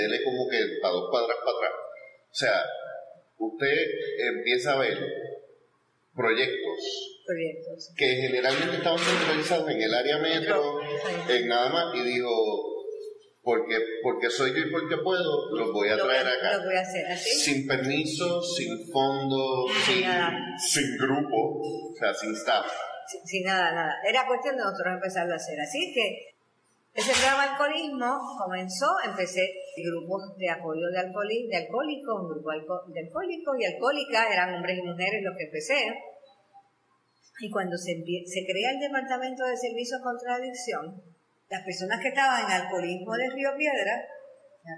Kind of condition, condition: setting, large echoing room